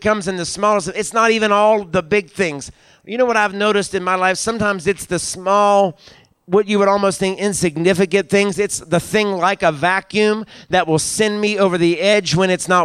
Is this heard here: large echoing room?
yes